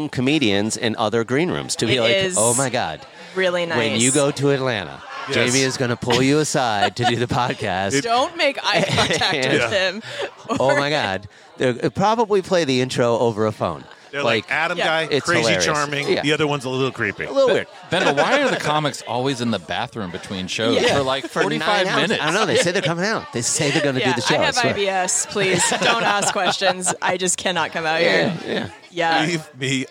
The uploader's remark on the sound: Recorded Live at the Punchline Comedy Club.